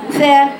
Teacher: بقرا الثاء كده ثاء لساني بيخرج شويه ثاء بيخرج مع ثاء حطي ايدك امام فاهك ثاء فيها نفس مش كده.